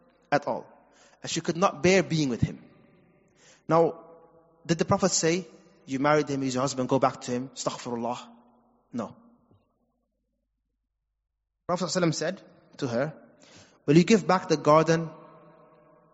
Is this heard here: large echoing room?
yes